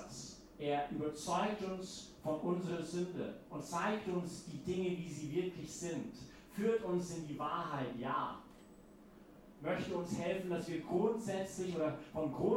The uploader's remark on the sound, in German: Diese Predigt wurde bei der YP Messe am Pfingstsonntag gehalten.